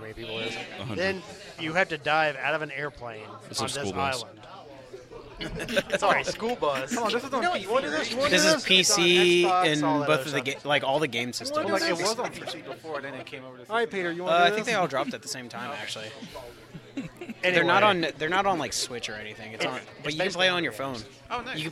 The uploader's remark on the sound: we celebrate Free Comic Book Day at one of our favorite places the Battlegrounds Games and Comics in Dalton, GA